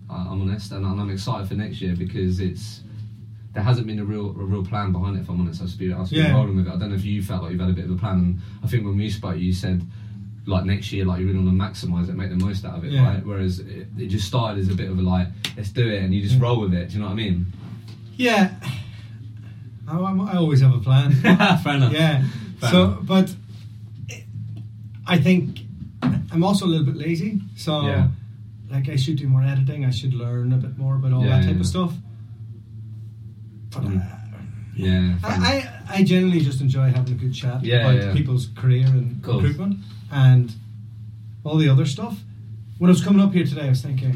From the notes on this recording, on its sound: I experienced the dreadful moment of having a 50 minute chat and realising I didn’t press the record button. The sound quality on this one is not amazing so I apologies in advance!